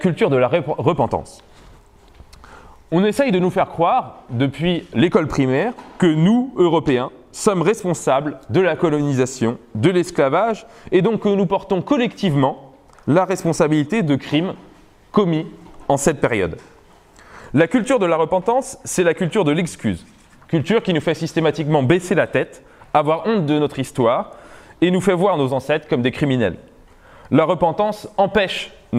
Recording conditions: live audience